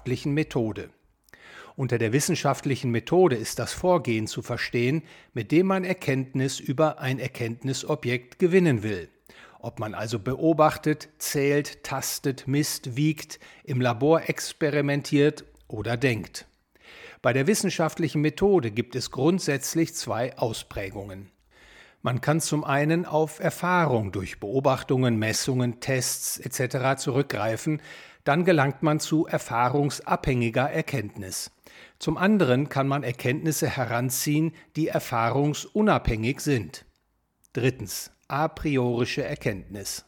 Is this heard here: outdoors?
no